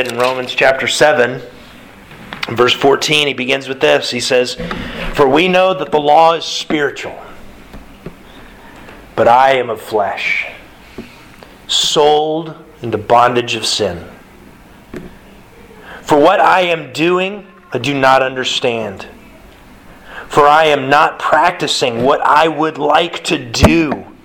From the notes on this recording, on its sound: Sermon delivered Sunday March 20th, 2022 to the Galena Bible Church